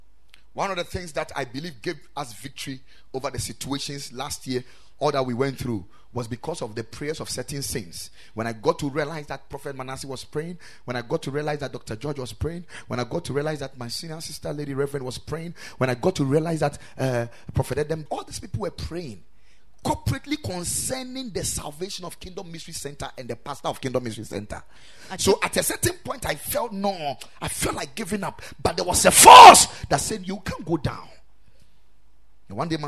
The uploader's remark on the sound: Preached at the Ekklesia Chapel